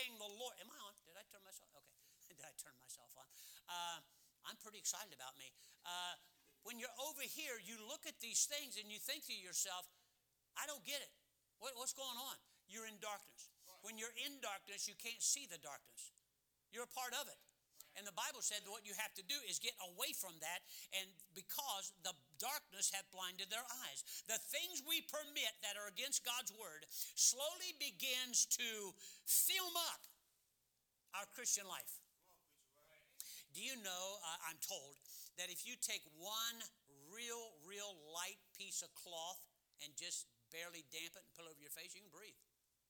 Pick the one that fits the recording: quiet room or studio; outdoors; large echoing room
large echoing room